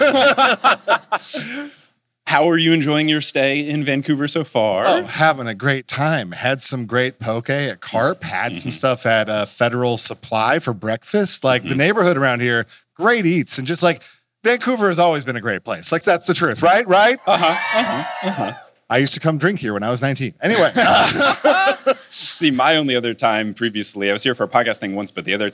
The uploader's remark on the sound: this time it's live in Vancouver